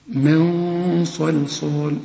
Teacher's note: الغنة هنا هتفخم علشان الصاد مفخمة